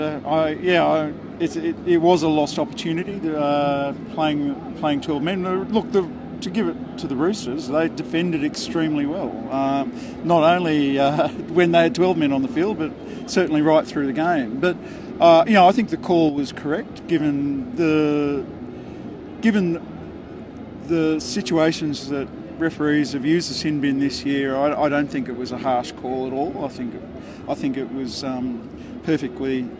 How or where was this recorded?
busy venue